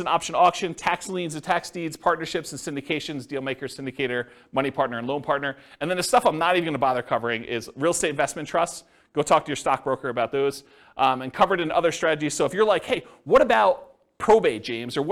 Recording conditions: live audience